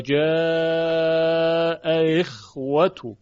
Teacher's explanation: اما اگر که دو همزه حرکتش مختلف باشه، دو همزه که در دو کلمه هست دارای دو حرکت مختلف باشن، مثل جاء اخوتو که اولی مفتوح دومی مکسور، در اینجا به تسهیل همزه دوم خونده شده، و جاء اخوتو، همزه اخوه تسهیل شد.